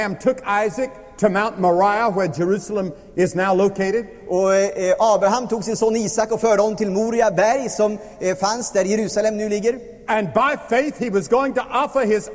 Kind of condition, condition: setting, large echoing room